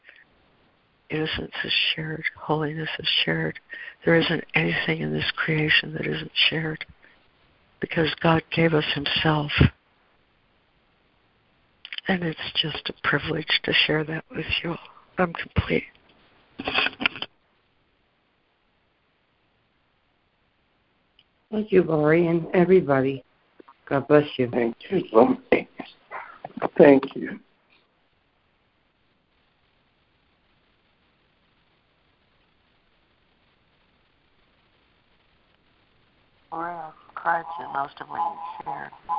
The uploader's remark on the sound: ACIM Daily Conference Call